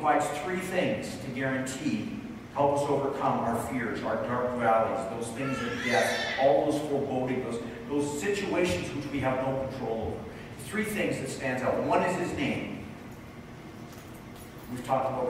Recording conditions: poor sound quality